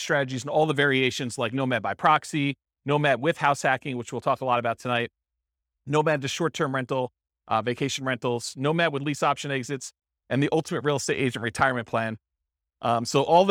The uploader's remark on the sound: This was a live class recorded